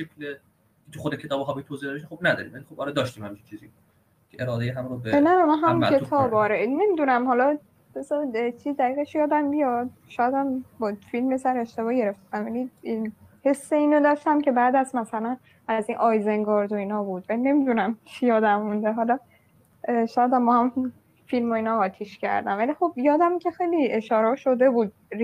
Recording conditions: video call